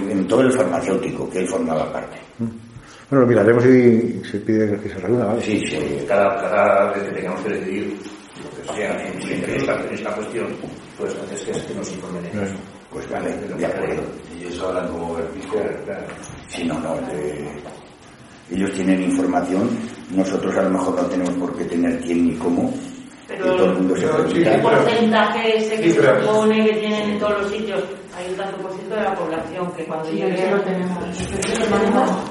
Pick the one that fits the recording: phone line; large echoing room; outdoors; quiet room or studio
large echoing room